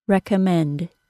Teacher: This is common when the syllable two syllables away has the main stress of the word. For instance, the word recommend. The third syllable is stressed. Recommend. So we can expect a secondary stress on the first syllable.